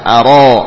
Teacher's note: Tebalkan huruf ra, demikian pula alif setelahnya